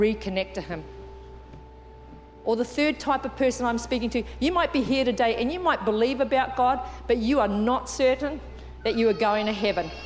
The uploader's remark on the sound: Recorded during our 9am service on Sunday, the 10th of December 2023